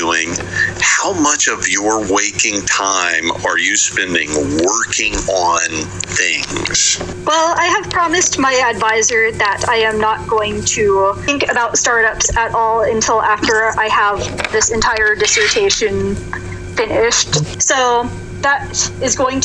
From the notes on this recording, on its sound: Due to technical conditions beyond our control, the quality of the audio in this week's "Innovation in Audio" Podcast is challenged. However, due to the importance of the content, we have included as much of the event as technically possible.